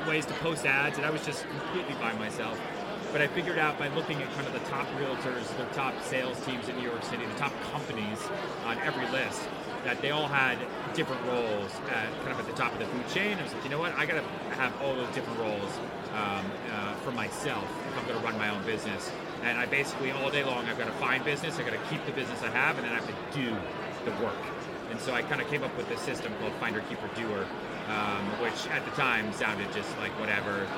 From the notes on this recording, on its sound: Live from AIME FUSE 2019. Although the interview is loud, as it was recorded in a room full of hundreds of brokers, the conversation is worth the listen. Forgive us for the background noise.